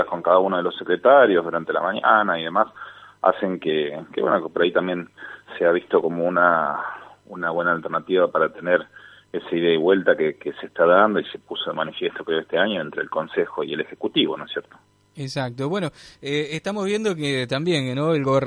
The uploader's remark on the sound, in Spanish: Entrevista telefónica